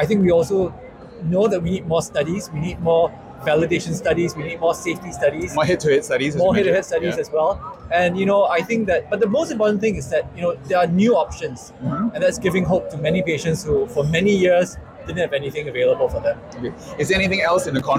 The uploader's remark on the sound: Caught up with some of the delegates and dermatologists at The President's Dinner. Day 3 at the 25th WCD in Singapore.